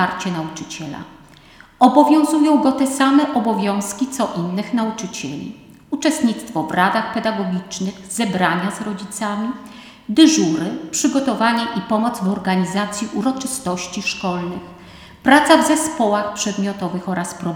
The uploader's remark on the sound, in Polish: Nagranie pochodzi ze spotkania, które odbyło się 28 marca 2022 roku w Centrum Kultury Prawosławnej w Białymstoku w ramach cyklu Wszechnica Kultury Prawosławnej 2021/2022.